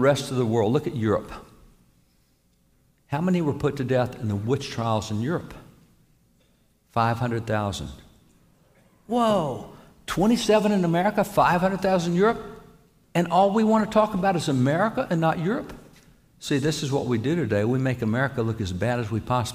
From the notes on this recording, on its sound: Live From Life Church.